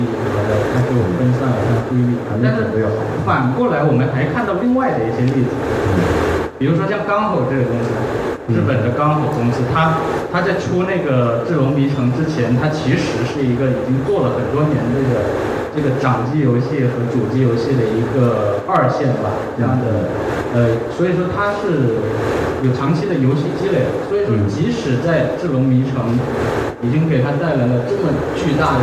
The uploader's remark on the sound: 大会首次设置了移动游戏论坛. 这期节目，就是这次讨论的录音。 录音效果非常差. This episode is the audio record of the roundtable session. I'm sorry that the sound quality is not good.